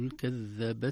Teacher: التاء حرف شديد لكنه فيه همس، وهمس الحرف الشديد لا يطول زمنه بل يكون في مخرج الحرف، خاصة في نهاية مخرج الحرف